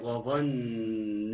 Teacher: النون مشدده حرف غنه مشدد يغني المقدار حركتين